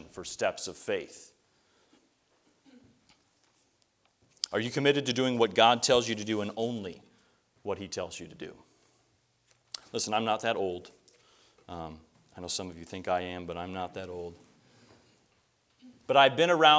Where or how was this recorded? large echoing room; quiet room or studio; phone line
large echoing room